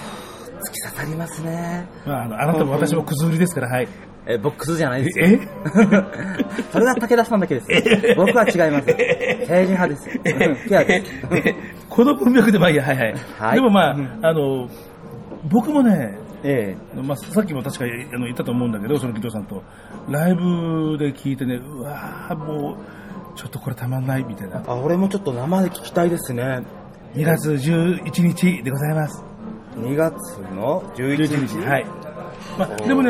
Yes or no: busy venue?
yes